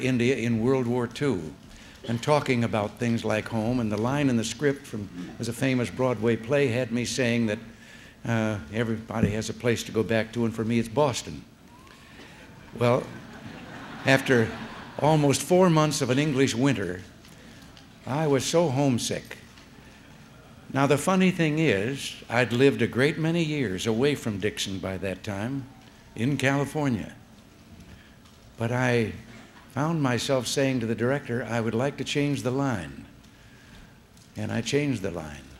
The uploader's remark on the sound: The president delivered remarks at the Dixon High School Gymnasium.